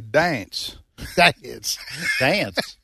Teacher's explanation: Southerners seem to add a couple of syllables.